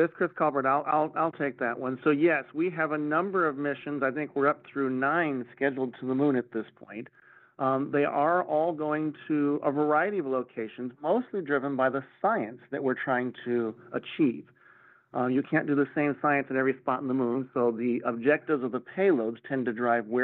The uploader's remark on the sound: NASA NOVA-C Moon Lander Update - Teleconference. NASA held a virtual, audio-only media teleconference.